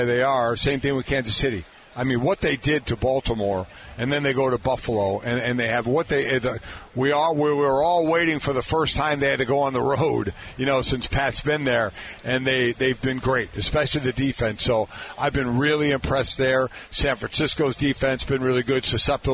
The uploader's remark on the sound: Thursday's Program was once again live from Radio Row in Las Vegas.